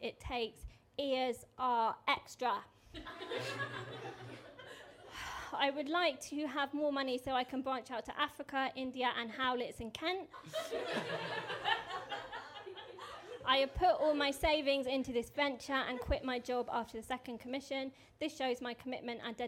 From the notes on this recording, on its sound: We're back with a live studio audience! Season 3 kicks off in my beloved hometown of Margate.